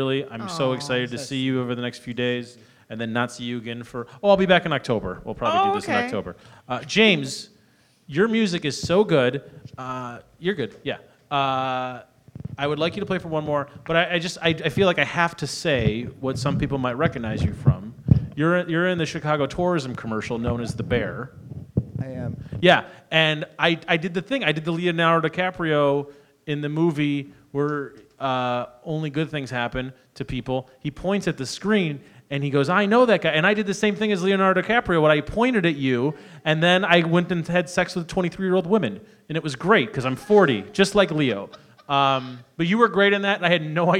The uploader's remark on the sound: Live at The Whistler